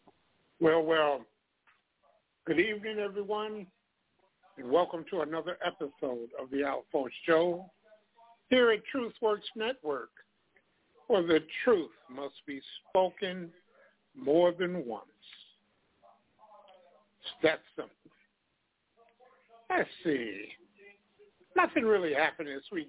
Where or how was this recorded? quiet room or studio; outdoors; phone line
phone line